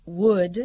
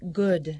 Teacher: debemos diferenciar la aproximante bilabial w del sonido g